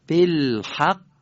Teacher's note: هم مکس برای تشدید، هم قلقله برای خوب ادا شدن قاف